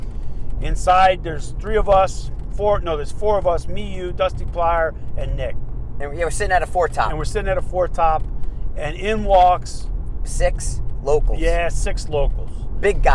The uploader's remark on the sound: Are on the Road driving to Dubuque Iowa for our next set of classes.